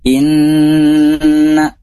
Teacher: di sana ada nun bertasydid, ini dinamakan gunnah hukumnya, jadi harus ditahan. Ditahan gunnah, yaitu melalui hidung gitu ya. Jadi kita akan sulit mengucapkan huruf nun kalau enggak melalui hidung.